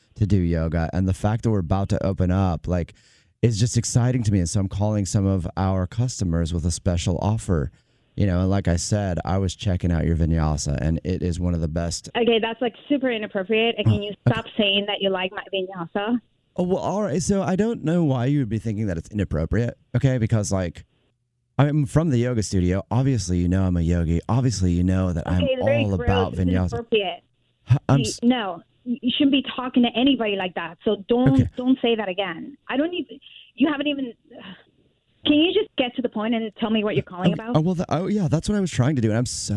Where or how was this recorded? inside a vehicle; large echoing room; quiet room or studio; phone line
phone line